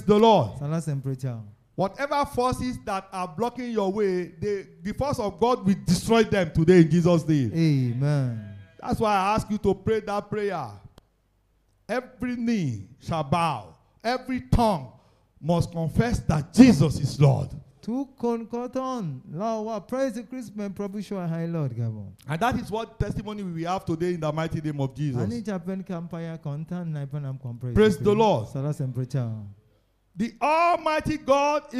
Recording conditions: live audience